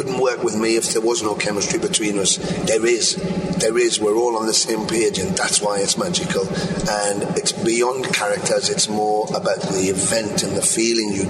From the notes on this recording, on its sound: We travelled up to San Antonio for a show over 30 years in the making. Before the show, we were invited on the bus.